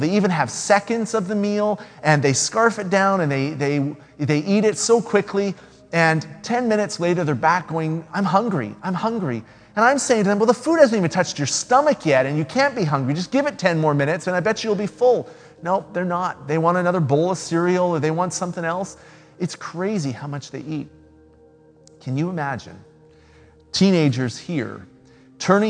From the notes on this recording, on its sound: speaks at SouthRidge Fellowship, a Langley church